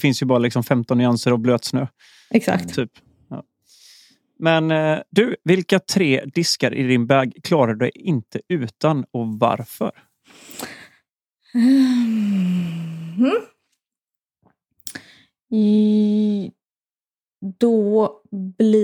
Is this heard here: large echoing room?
no